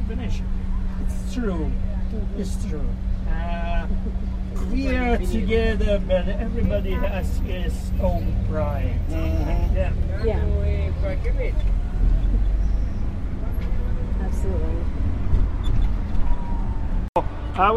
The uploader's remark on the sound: Golf Cart Tour of Rome at Night. Sets off on a night tour of Rome by Golf Cart describing the captivating historical sights, sounds, and fascinating people in this incredible city.